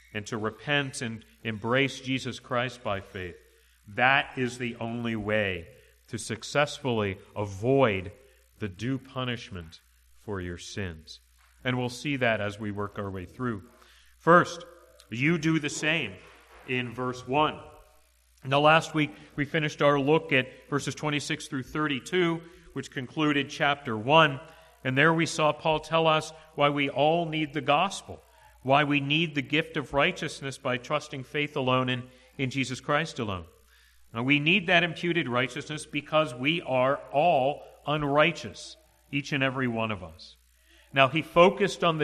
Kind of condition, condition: setting, large echoing room